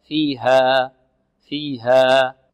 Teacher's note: نقف على الألف التي بعد الهاء بمقدار حركتين ليس فوق الحركتين وكذلك لا ننهي الألف بهمزة نقول فيها فيها خطأ لا فيها فيها.